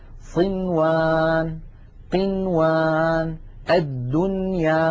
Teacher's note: بنون مظهرة لا زيادة للغنة فيها. نلاحظ ذلك في اللوحة التالية التي تبين هذه الحالة الخاصة.